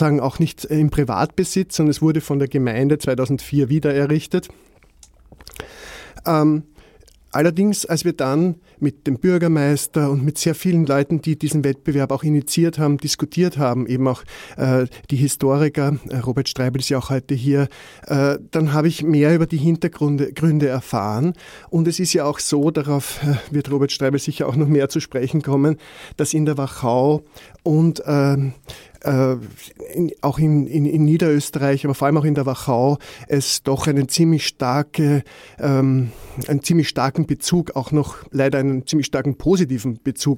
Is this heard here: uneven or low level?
no